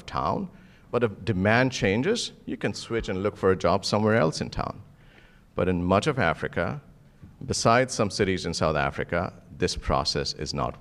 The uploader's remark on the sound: In this recording from their 2019 Global Development Forum session